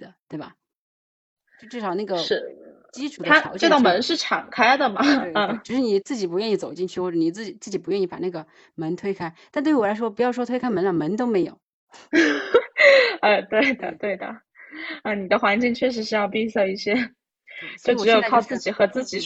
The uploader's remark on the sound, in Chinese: 第一次用喜马拉雅在线录制功能，效果不是很好，勉强能听